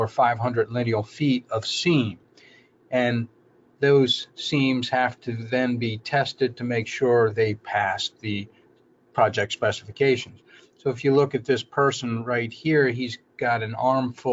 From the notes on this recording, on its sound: This is an audio version of the FGI webinar